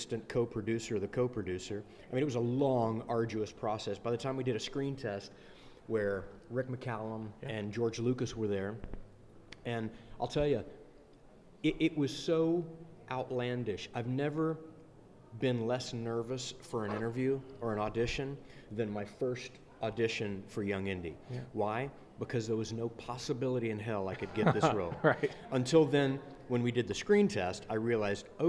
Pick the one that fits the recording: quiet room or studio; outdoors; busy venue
busy venue